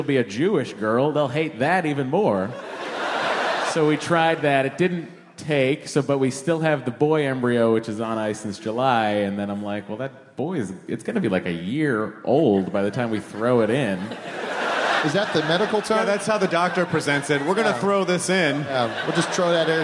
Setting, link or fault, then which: setting, live audience